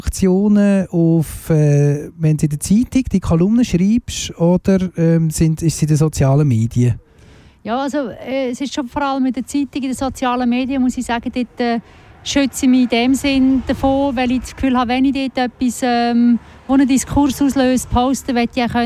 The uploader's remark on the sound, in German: Live auf dem Terrain Sud. Wir sprechen live vor der Torfeld Süd-Brache. Wir wollten die Stimmung live einfangen und haben unseren Sendebus auf der Brache parkiert.